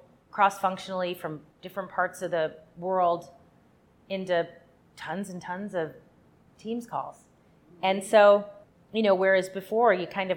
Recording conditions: busy venue